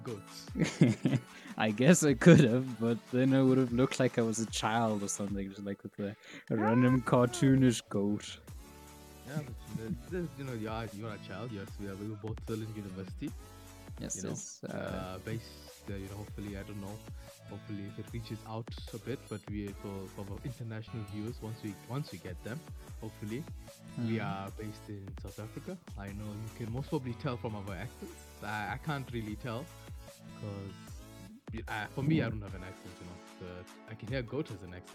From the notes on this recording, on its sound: Please excuse the averageness and the unbalanced audio, we are still finding our groove. Background music used in video.